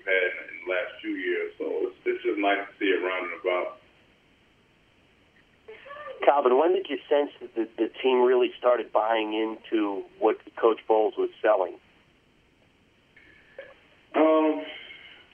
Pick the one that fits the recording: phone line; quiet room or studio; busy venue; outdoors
phone line